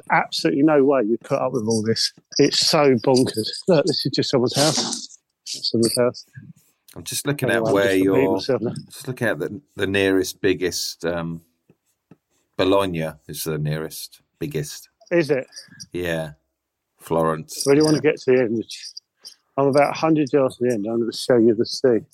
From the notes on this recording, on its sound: A tour on zoom.